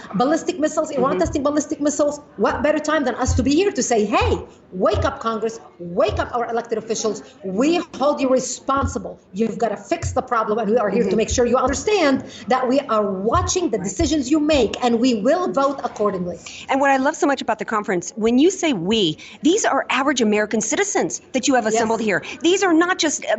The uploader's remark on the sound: From the Act For America Conference in DC!